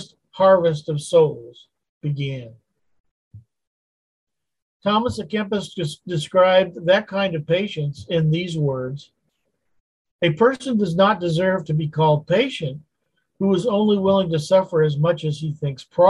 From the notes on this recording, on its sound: Wednesday Zoom study